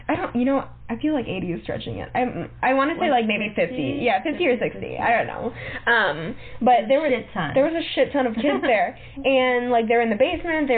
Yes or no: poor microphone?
yes